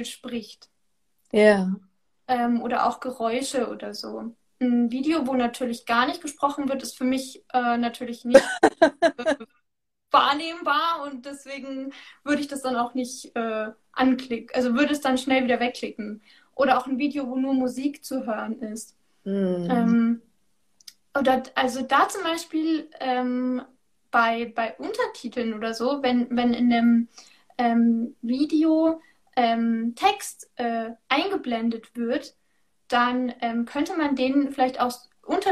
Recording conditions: video call